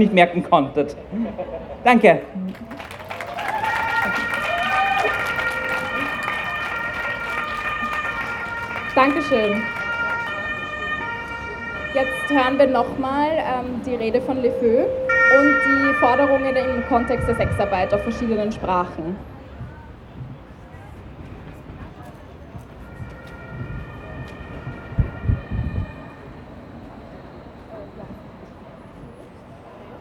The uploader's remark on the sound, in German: O-Ton] LEFÖ-Kundgebung am internationalen Hurentag 2. Juni 2023 in Wien